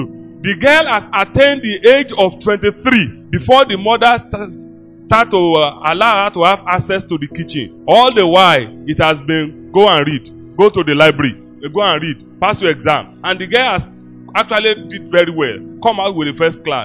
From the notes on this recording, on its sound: LIVE FROM OASIS OF WISDOM BIBLE CHURCH